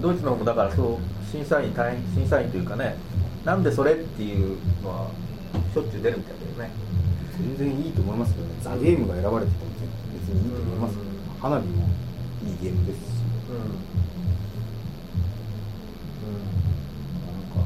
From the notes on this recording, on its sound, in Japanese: １月に録音したものです。音質が悪く聞き取りづらいかと思いますがご容赦ください。